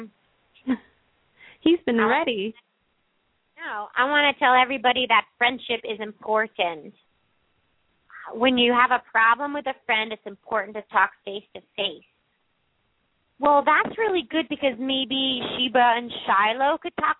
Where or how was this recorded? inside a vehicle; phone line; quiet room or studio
phone line